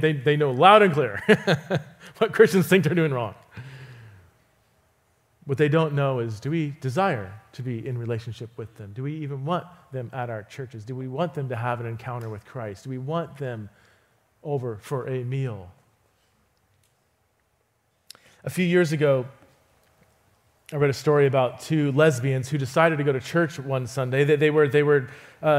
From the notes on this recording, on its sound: visits Resonate Church to teach